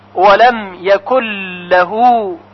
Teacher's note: و اما در کلمه یکن لهو جایز هست که ما بگوییم یکن لهو، یعنی نون رو تلفظ کنیم، اما همون طوری که در رساله های عملیه توضیح داده شده بسیار خوب هست که ادغام صورت بگیره، یعنی نون ساکن یکن در لام لهو ادغام میشه، بنابراین فقط یک لام مشدد شنیده میشه، یکن لهو یکل لهو، یعنی نون دیگه تلفظ نمیشه.